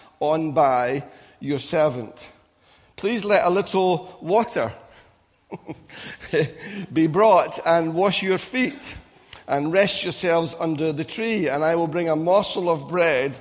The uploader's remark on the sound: Recorded at freedomcentre church, Preston on Sunday 23rd July 2017